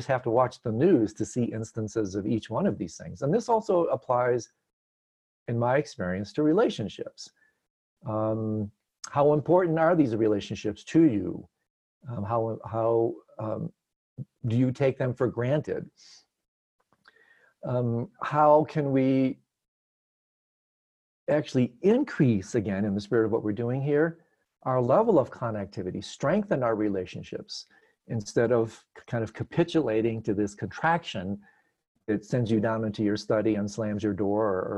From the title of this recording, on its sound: Virtual Weekly Hangout